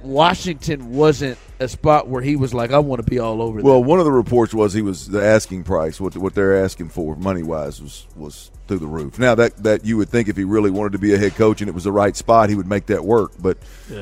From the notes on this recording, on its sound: THE DRIVE LIVE from the Houston Sports Awards Red Carpet.